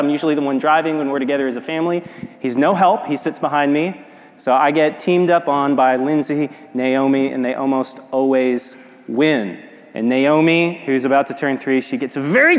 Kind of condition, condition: setting, large echoing room